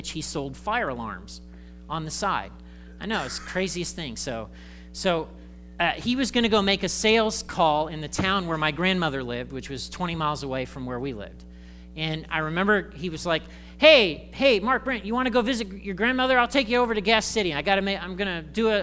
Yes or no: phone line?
no